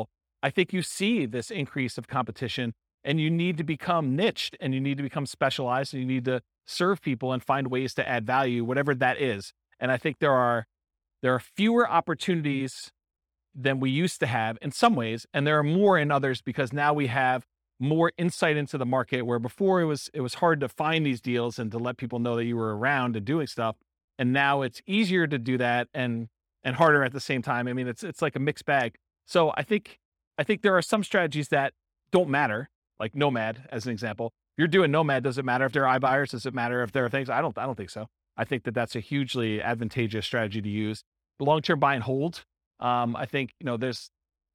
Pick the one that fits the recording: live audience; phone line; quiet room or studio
live audience